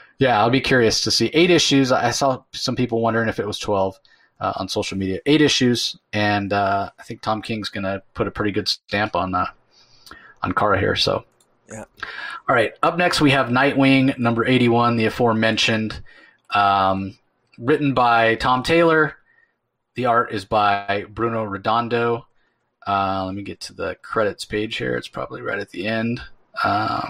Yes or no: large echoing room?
no